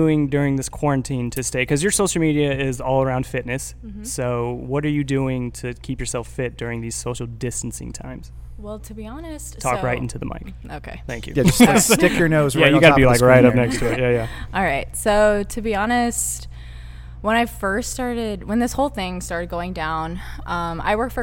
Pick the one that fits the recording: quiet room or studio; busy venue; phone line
busy venue